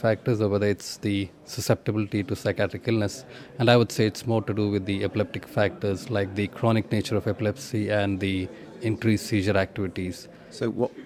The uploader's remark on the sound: This podcast was recorded at the 2014 British NeuroPsychiatry Association AGM.